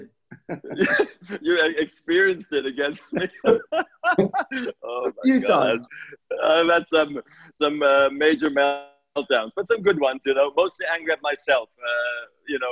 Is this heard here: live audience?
no